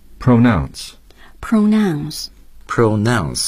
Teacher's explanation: 注意它的重音位置是 nounce